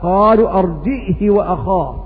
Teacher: وقرأ ابن ذكوان عن ابن عامر بسكون الهمز وكسر الهاء دون إشباع